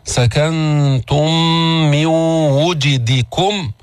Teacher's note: قبلها أتينا بإدغام المتماثلين الشفوي، سكنتم من ميم وميم أدغمتا فصارت ميما واحدة مشددة، سكنتم مع الغنة، سكنتم من وجدكم.